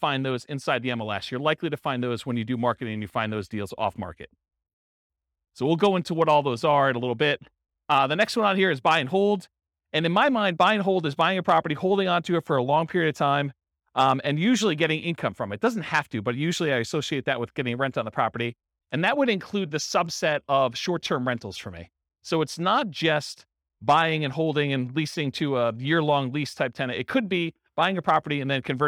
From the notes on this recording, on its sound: This was a live class recorded